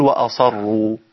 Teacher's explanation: السين عنده جي بعدها راء مفخمة، الأسهل لنا أقول وأصروا عشان أفخم الراء فأفخم السين، وأنا لو فخمت السين يبقى هجيب حرف تاني خالص، هقول وأصروا